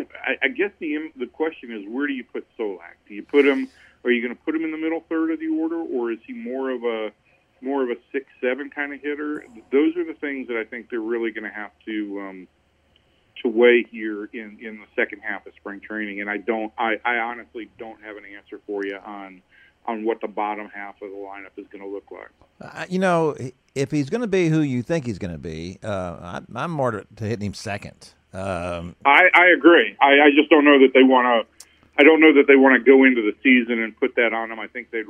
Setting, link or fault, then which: link, phone line